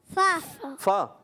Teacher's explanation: اوپر کے دانتوں کا کنارہ نچلے ہونٹ کے تر حصے سے ادا ہوتا ہے